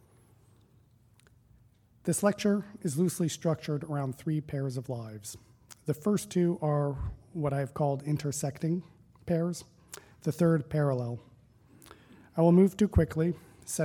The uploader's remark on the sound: Recording of a lecture delivered on August 25, 2017. As part of the Formal Lecture Series.